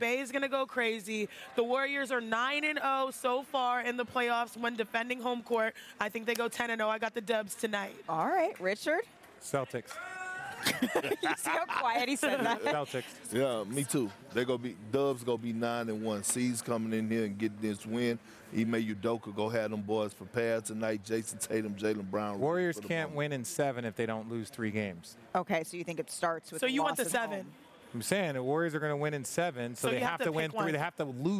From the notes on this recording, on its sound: Previewing Game 1 of the NBA Finals live from the Chase Center...